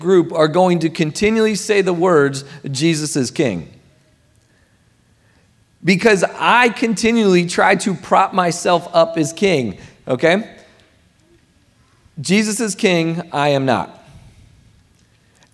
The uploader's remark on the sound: Recording of Sunday gathering on June, 4th 2023.